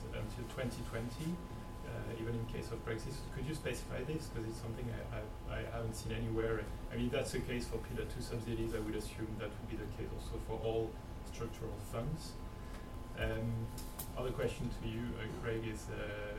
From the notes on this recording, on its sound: UKAndEU conference panel.